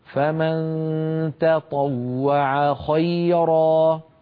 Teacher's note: علينا أن نرقق التاء ونفخم الطاء